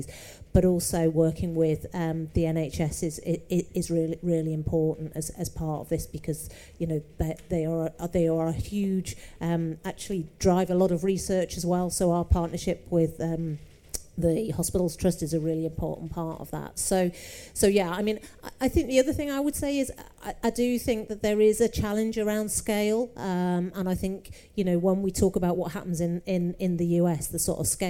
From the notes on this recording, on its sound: recorded live at MIPIM in Cannes